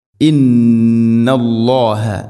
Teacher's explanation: ഇന്ന ഗുന്നയുടെ ദൈർഘ്യം രണ്ട് ഹർക്കത്തിൻ്റെ ഖദറാണ്. മഖ്റജ് ഖൈശൂം, തരിമൂക്കിൽ നിന്നാണ് ഗുന്നയുടെ ശബ്ദം